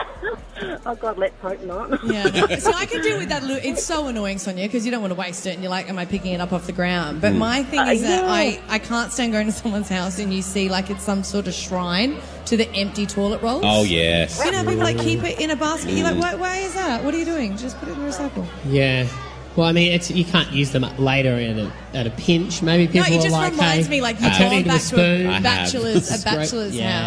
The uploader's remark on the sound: FULL SHOW: LIVE From Eatons Hill Hotel